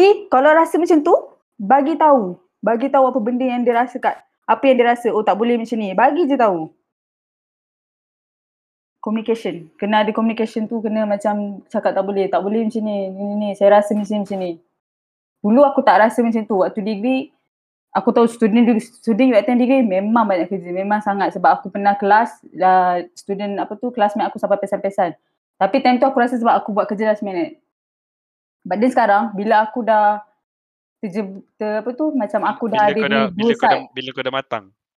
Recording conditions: video call